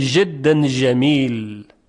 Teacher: در سوریه به جای اینکه جیم بگن ژ میگن، مثلا جدن جمیل رو میگن جدن جمیل، جمیل حرف ژ میگن.